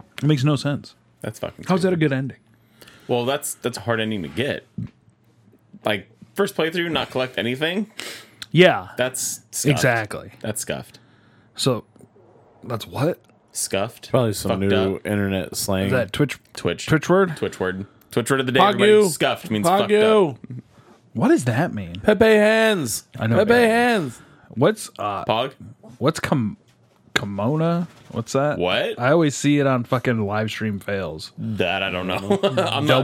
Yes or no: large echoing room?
no